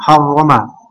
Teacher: ra-nya juga fathah, sebelumnya juga fathah, maka jelas ini mufakhamah, ditebalkan